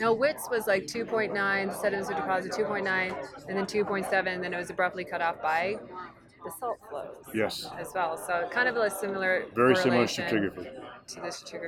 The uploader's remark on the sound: On location in Beaver Creek